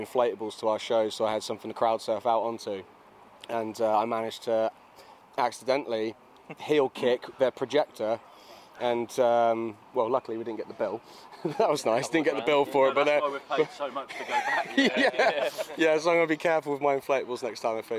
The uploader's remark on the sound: Recorded in the beer garden of B2 in Norwich.